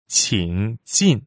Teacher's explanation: 请, third tone. 进 is fourth tone.